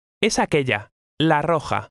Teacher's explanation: When an R occurs at the beginning of a word, it is rolled or trilled more than usual, just like a double R.